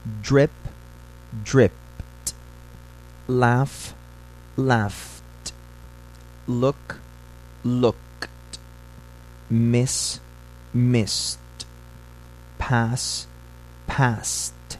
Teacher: Quando os verbos regulares acabam com esses sons, a pronúncia da terminação ED é T.